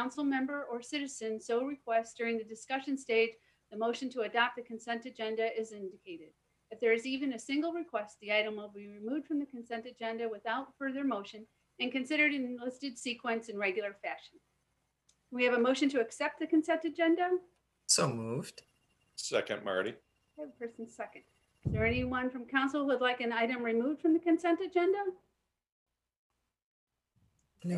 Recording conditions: video call